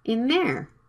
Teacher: Another example is in there. The TH sound is right after the N sound. It can be dropped